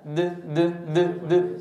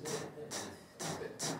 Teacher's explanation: جرب قل أد أد أت د د د د، ضع يدك على حنجرتك واستمع لصوت الدال د د د د ت ت ت ت. إذن الدال مجهورة والتاء مهموسة